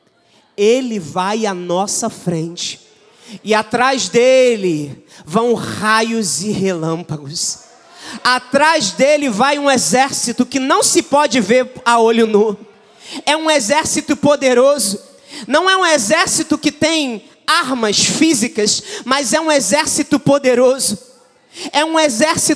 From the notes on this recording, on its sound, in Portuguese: Neste culto gravado na Igreja Evangélica Cristo Vive.